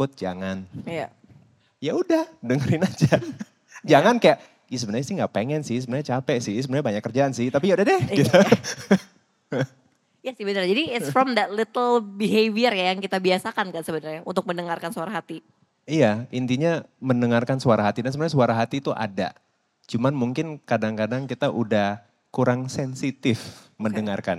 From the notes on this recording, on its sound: Special Live On Stage. Kali ini, Ngobrol Sore Semaunya Live on Stage balik lagi!